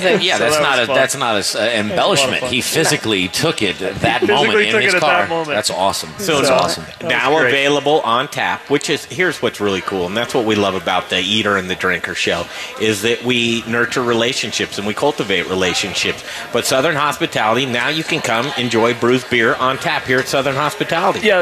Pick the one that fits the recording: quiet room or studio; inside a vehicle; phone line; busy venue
busy venue